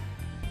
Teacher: la mo se caracteriza por su sonido nasal. El aire sale desde la nariz principalmente.